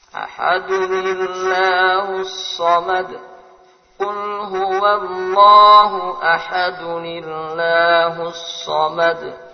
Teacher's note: Cara membacanya dengan menambah nun kasrah sebelum hamzah wasal.